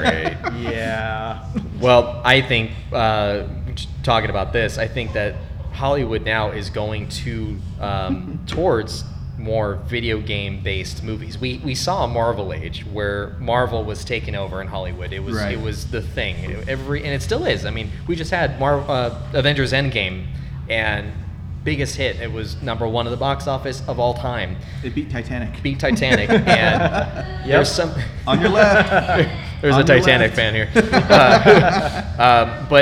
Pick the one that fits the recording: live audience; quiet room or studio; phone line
live audience